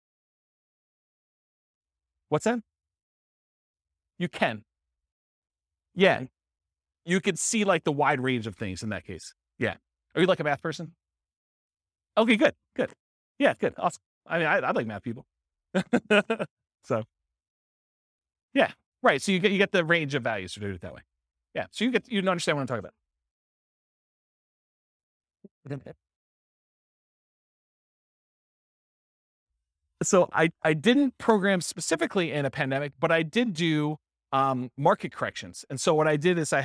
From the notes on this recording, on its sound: This was a live class recorded.